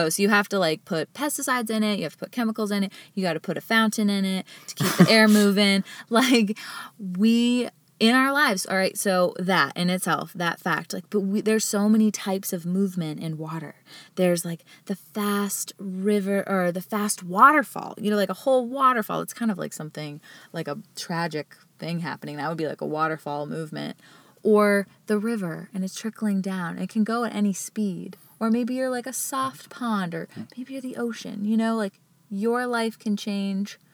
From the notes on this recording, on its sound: Today, we’re coming to you from the van! We’re super excited to share our first podcast recorded inside the dharma mobile.